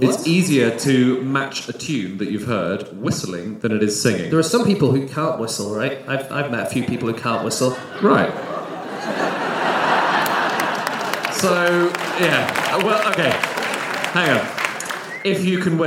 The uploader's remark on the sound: Live from Gothenburg